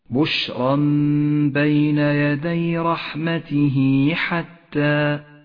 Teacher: المثال التالي في قوله تعالى رحمته حتى، رحمته حتى مد الصلة الصغرى، جاءت هاء الضمير وقبلها حرف متحرك وبعدها حرف غير الهمزة، تمد الصلة حركتين